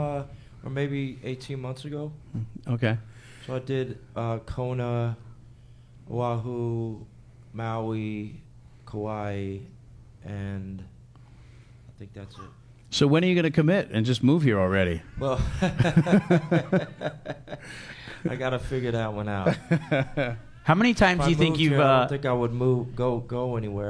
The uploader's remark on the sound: Our first ever podcast recorded in front of a live studio audience. Hawaiian Financial Federal Credit Union iHeartRadio Music Hall.